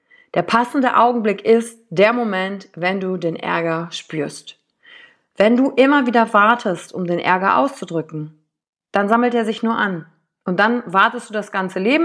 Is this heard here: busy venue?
no